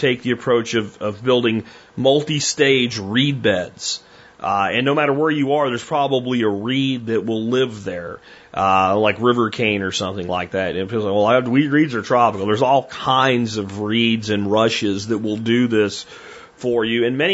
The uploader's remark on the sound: Listener Calls